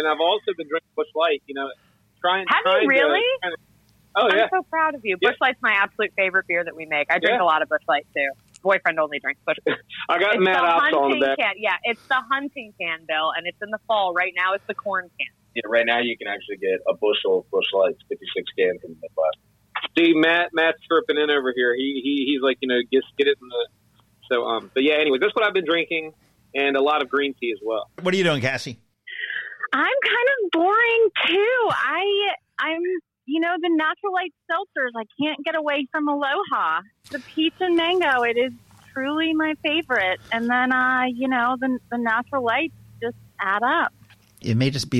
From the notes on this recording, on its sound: We hopped on the phone with the fine folks at Katcef Brothers